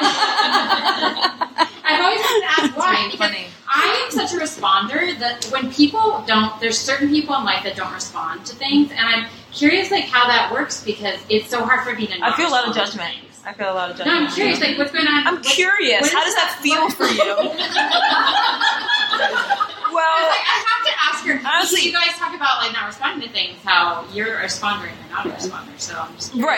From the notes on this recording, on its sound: Recording was from a live show in NYC where ticket purchases benefited anti-bullying & LGBTQ with elementary school-aged kids.